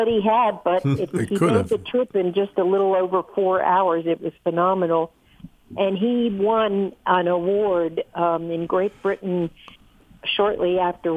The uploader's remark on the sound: BoatTalk is the call-in show